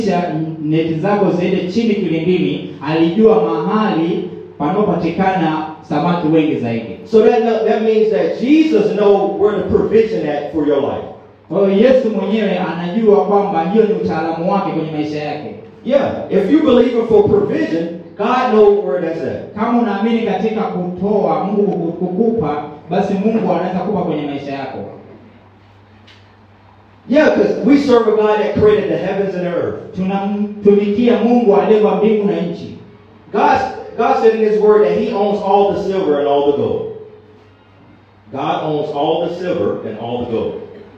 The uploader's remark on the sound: preached at a great church in Zanzibar, Tanzania